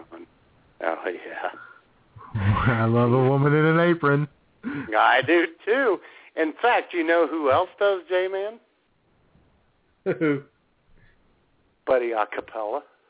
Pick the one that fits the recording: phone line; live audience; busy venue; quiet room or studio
phone line